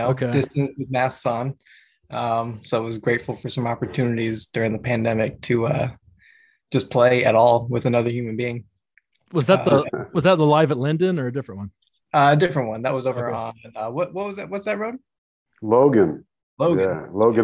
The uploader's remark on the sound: Zoom in from Brazil and Canada.